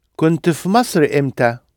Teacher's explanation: Kunt fi Masr imta? And notice there's a little helping vowel, which helps you get from the nta of kunt onto the fi, because you've got the three consonant sounds together